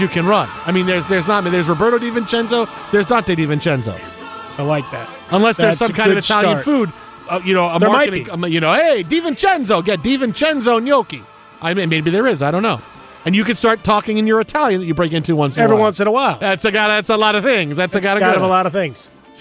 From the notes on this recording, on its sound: LIVE from the winning locker room shortly after the game!